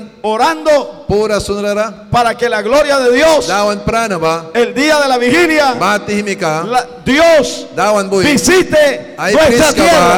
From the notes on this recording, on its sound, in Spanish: En este episodio grabado en vivo desde la iglesia Torre Fuerte en Bilwi Puerto Cabezas.